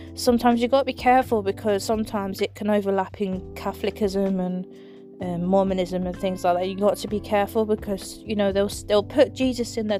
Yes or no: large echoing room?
no